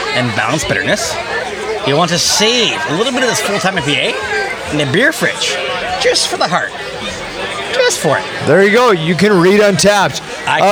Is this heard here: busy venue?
yes